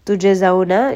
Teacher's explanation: jim is going to have qalqala, it is part of kutub jad, so it will have a little bit of bounce when it has a sukun.